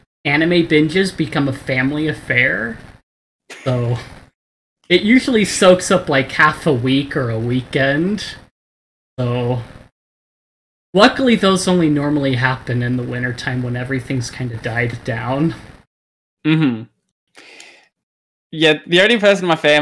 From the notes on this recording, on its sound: Also, really bad audio quality.